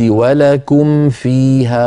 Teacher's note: خلصت الميم الساكنة من الفاء التي بعدها